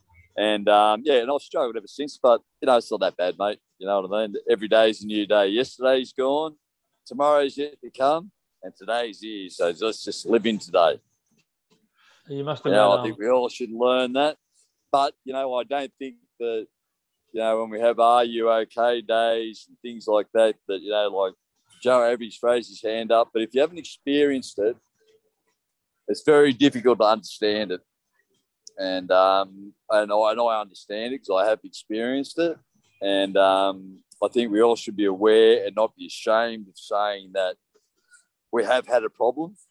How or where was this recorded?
video call